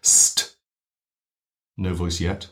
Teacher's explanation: Because there's quite a lot. S, unvoiced fricative. T, stopped consonant. Stopped unvoiced.